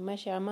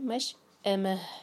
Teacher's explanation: حمزہ کا cut off sound clear رہنا چاہیے · Shown in: second take · مش اما نہیں کہنا مش امہ اور آخر میں ہا کی آواز کلیئر.